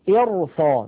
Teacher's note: نفخم الراء مع أن قبلها كسرة، لكن لاحظوا الذي بعدها صاد مفتوحة